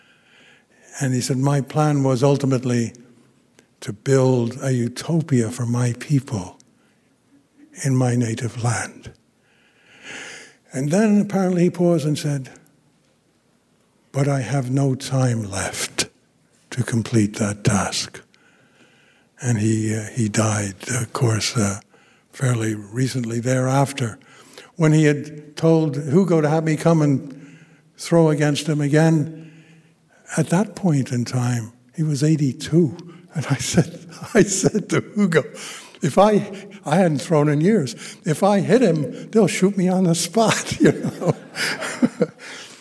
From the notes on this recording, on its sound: gave the keynote address at the 13th Annual 9/11 Film Festival at the Grand Lake Theatre in Oakland, California on September 11th, 2017.